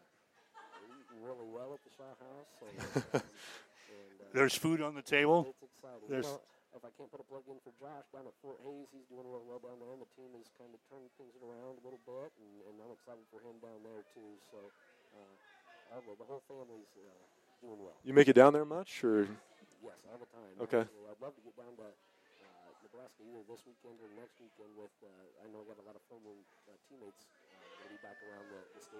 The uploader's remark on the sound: Unfortunately, we had some technical difficulties that corrupted the file on which the first 20 minutes of our show were stored. We apologize for the low volume on the audio — you may want to turn your volume up. A huge thank you to Down South Bar & Grill in Deweese for being great hosts to us.